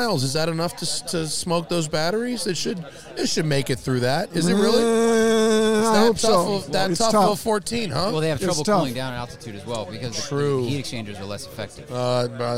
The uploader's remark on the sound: This show was recorded outside so you might hear a small bit of wind noise.